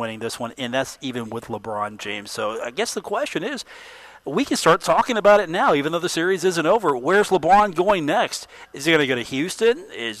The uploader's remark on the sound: live at The Union Pub and Grill